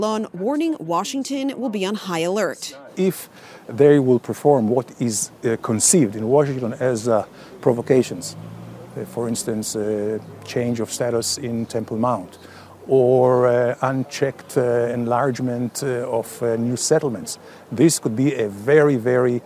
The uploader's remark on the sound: a joint press conference live at the White House